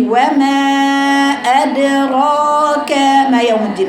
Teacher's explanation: حرف ميم مفتوح يا بنات من غير اماله، بالفتحه صحيحه، الصوت متصاعد لاعلى كده